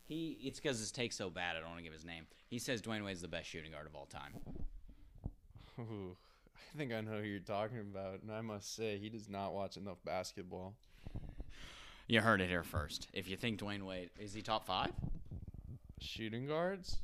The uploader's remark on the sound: With our heroes being separated by the evacuation of Morgantown. Apologies for wind in the interview, as the pandemic forced us to record in a less than ideal spot.